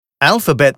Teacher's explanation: Alphabet betont man im Englischen am Wortanfang. · Term: Hauptbetonung